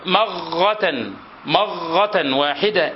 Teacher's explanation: ومنهم من يجعل الراء غينا معجمة، ومنهم من يجعل الراء غينا معجمة، فإذا أراد أن ينشد هذا البيت قال واستبدت مغة، مغة واحدة إنما العاجز من لا يستبد.